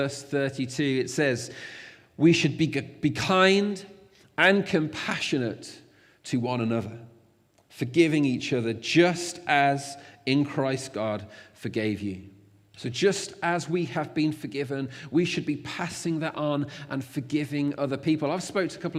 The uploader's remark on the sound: Recorded at freedomcentre church, Preston